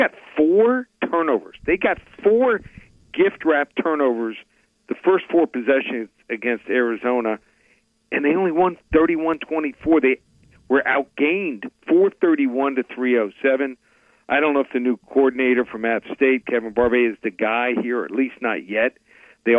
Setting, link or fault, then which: link, phone line